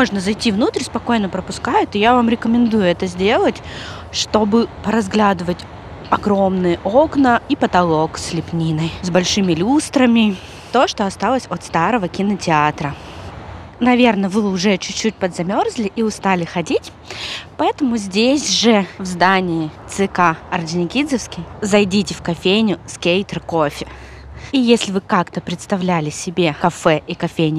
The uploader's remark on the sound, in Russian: Сегодня мы пойдем гулять по-новому. Эту прогулку я записывала, сама гуляя по Уралмашу. То есть вы услышите реальные звуки города.